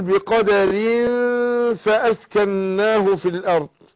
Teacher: الفاء بتخرج من بطن الشفره السفلى مع اطراف الثنايا العليا